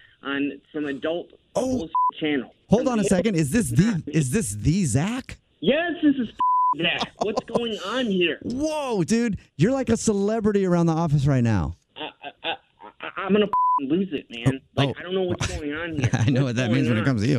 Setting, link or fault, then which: link, phone line